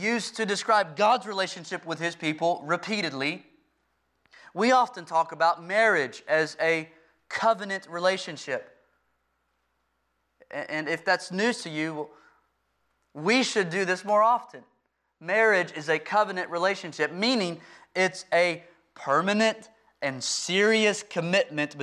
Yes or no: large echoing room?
yes